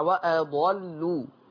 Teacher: استشعرت منك أنك تغلظ اللام. وأضلوا رقق اللام